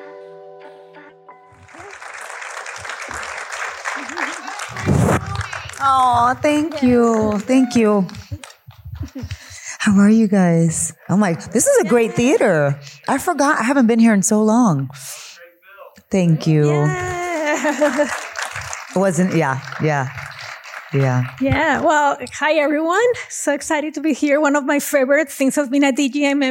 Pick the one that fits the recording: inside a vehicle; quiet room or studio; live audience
live audience